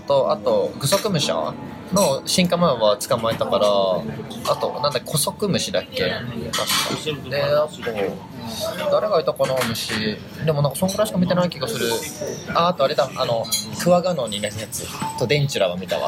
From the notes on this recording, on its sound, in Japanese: コーヒーショップで急遽収録した為、雑音があり聞きづらく